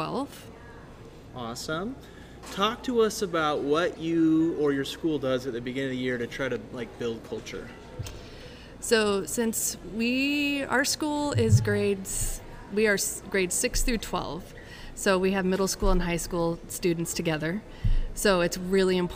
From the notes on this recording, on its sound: This episode is a series of short interviews with teachers at the 2023 Idaho STEM conference.